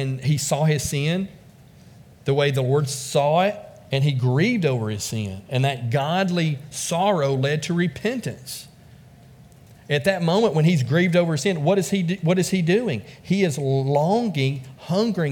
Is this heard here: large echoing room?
yes